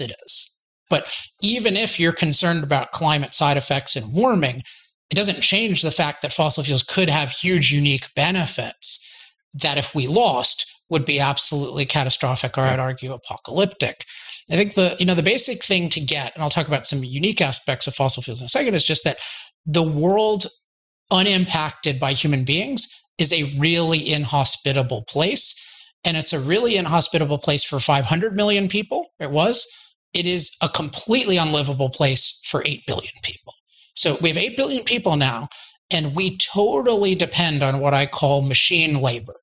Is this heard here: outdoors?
no